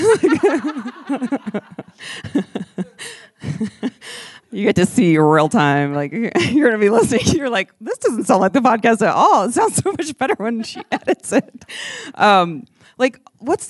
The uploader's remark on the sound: This episode was a blast to record in front of a live audience at The Alamo Drafthouse in Denver.